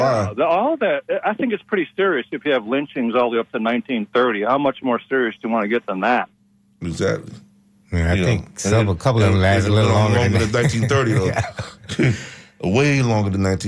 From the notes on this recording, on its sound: unique magazine format call-in show